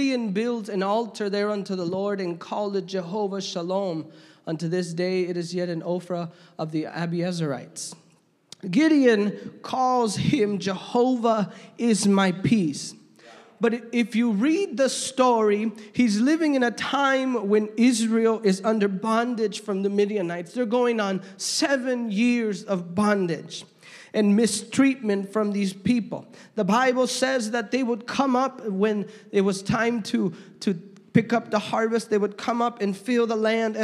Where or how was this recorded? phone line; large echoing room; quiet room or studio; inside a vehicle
large echoing room